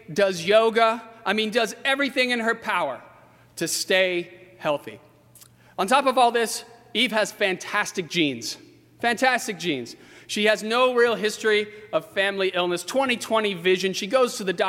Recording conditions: large echoing room